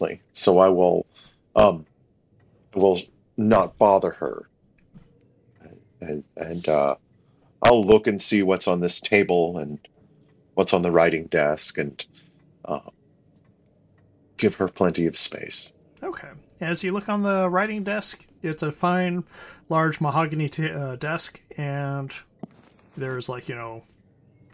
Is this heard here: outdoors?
no